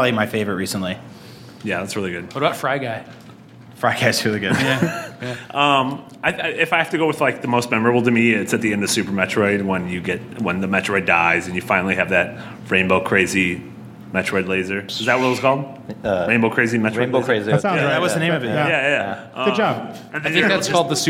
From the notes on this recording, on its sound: Nintendo Voice Chat Live: Our NVStreetPass Event. IGN hosted a StreetPass event and recorded a live Nintendo Voice Chat.